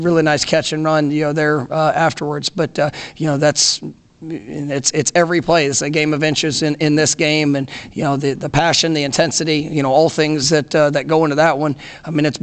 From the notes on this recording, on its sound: Postgame press conference after win over Miami.